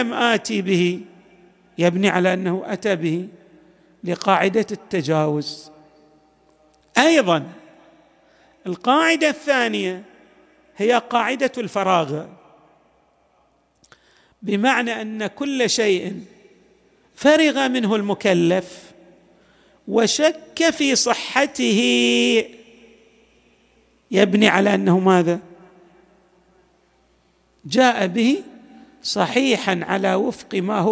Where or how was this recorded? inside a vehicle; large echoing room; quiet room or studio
large echoing room